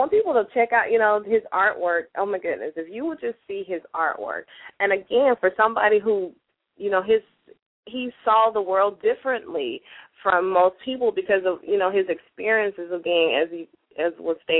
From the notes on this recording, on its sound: LML uses a progressive live call in format.